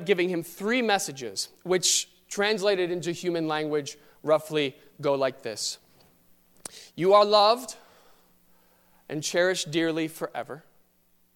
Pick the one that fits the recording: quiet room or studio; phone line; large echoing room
large echoing room